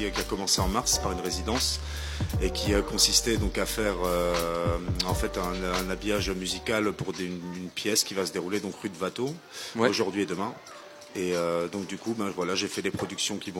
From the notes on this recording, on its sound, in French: Émission en direct de l'Elsau. Diffusé en direct sur RBS le 6 Mai 2023 depuis la Rue Watteau à l'Elsau, à l'occasion de l'événement "Capsule Temporelle" de la Compagnie Lu².